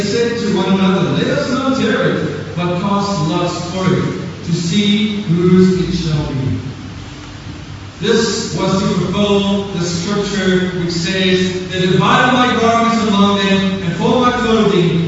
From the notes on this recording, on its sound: Apologies for the poor recording.